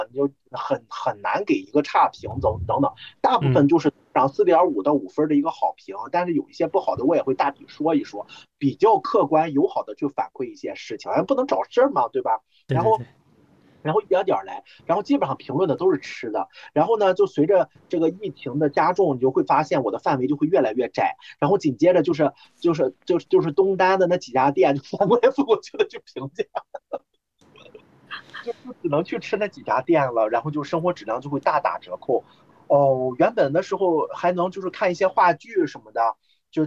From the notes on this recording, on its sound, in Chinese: 由于是线上录制